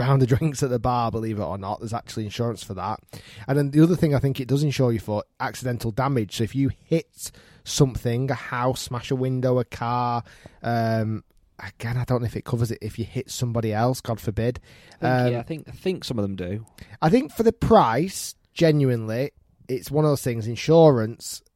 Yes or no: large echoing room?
no